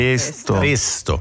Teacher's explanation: Si pronuncia con la E chiusa in italiano.